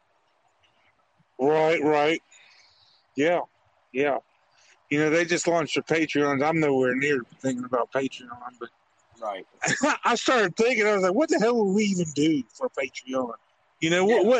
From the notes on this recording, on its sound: I man in the car alone with his thoughts but today I got a guest.